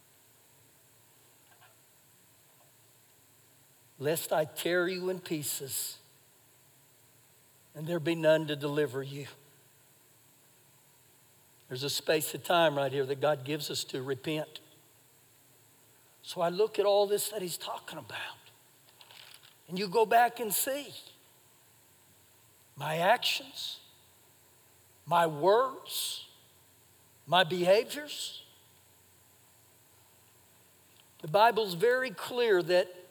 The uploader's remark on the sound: Recorded live during our Sunday morning service.